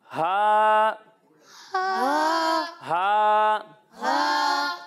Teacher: پیارے بچوں جب ہم ہا کی ادائیگی کریں گے تو اسے حلق کے نچلے حصے سے پڑھیں گے